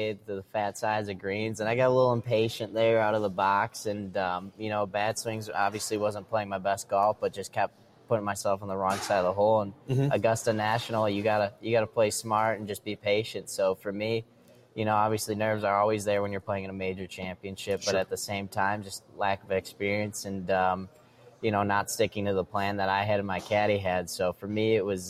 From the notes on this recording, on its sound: LIVE from French Lick Resort in Indiana. French Lick's Pete Dye Course is host to the Big Ten Men's Golf Championship this weekend.